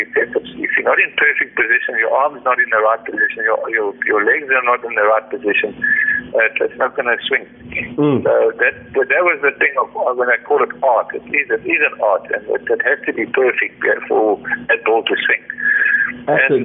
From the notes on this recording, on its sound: the interview took place via a phone call